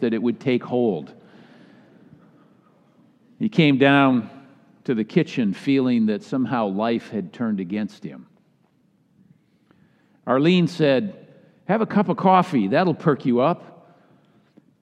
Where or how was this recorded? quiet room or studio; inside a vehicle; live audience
live audience